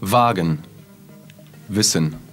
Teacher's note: При этом у людей с первым английским всегда возникает проблема, они его хотят сказать э, как «уа», э, этого делать не надо, обычное русское «в», смыкая губы